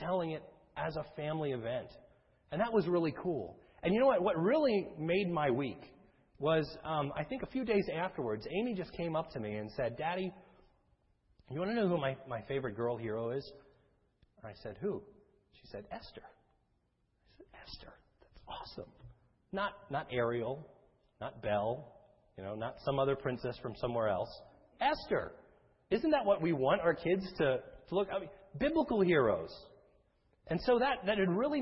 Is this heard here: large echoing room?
yes